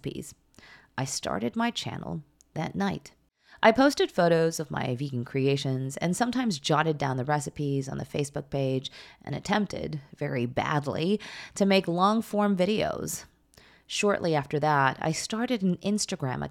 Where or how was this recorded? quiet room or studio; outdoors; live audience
quiet room or studio